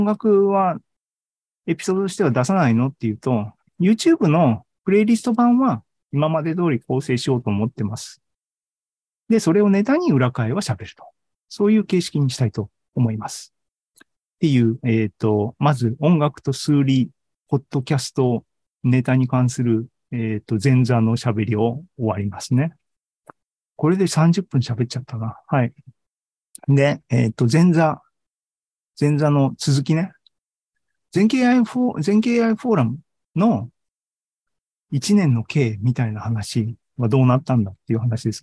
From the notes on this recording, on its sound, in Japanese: ２０２３年１月２５日に開催した ZOOMライブの模様です